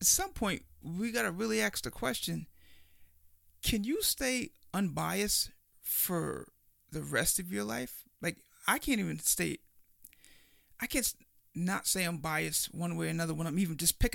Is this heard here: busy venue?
no